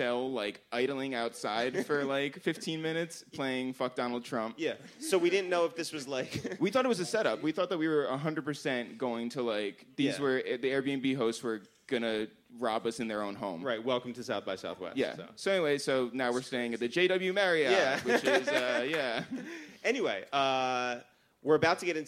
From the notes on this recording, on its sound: Live at SXSW. We took the show down to Austin, Texas. In front of a live audience from the official SXSW podcast stage!